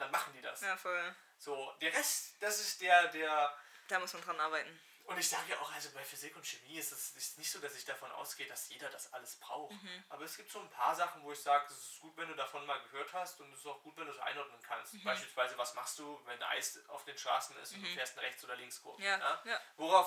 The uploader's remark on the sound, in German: PS: Kopfhörer benutzen, die Audio ist leider etwas leise.